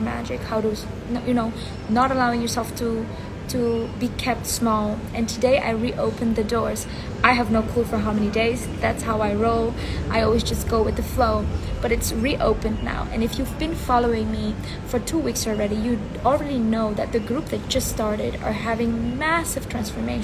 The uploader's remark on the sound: I recorded this as an Instagram Live